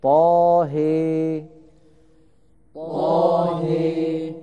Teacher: وأمال الهاء من طاه إمالة كبرى